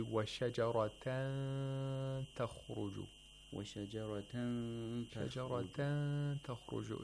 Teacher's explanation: So we have to approximate the place of articulation of ta. We bring the head of the tongue, which is used for pronouncing ta, really close to the gum line behind the upper front teeth. · Term: ikhfa